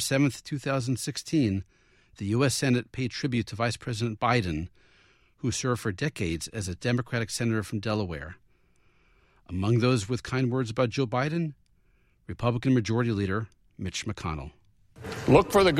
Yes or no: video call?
no